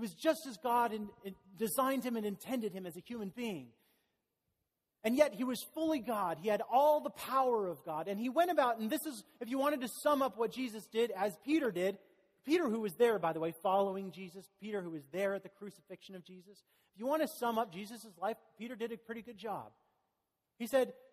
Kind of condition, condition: setting, large echoing room